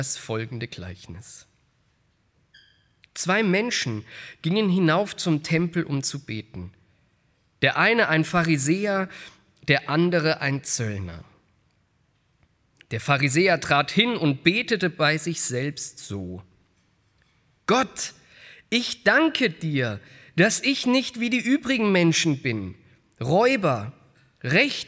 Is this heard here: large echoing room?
yes